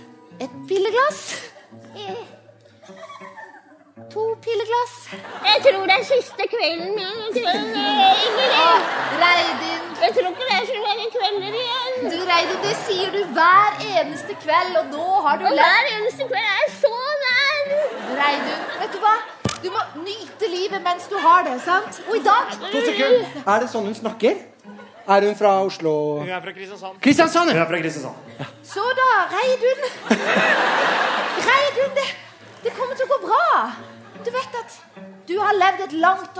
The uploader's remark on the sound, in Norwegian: Lørdagsrådet improviserer løsninger live fra Rockefeller!